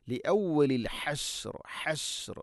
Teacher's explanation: ഹാ തൊണ്ടയുടെ മധ്യഭാഗം, തൊണ്ടയുടെ മധ്യഭാഗമാണ് ഹാ എൻ്റെ ഉച്ചാരണം മഖ്റജ്